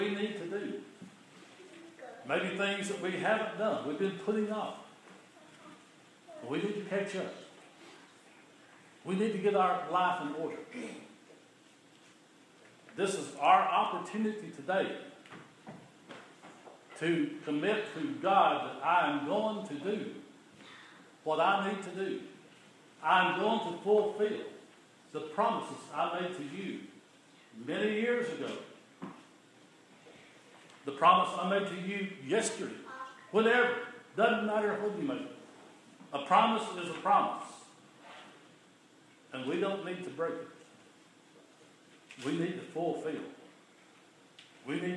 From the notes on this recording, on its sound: The following is an audio recording of the Sunday morning worship service at Persia United Methodist Church in Rogersville, TN.